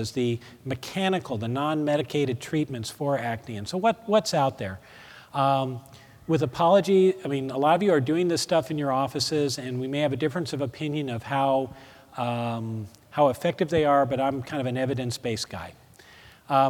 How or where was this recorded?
live audience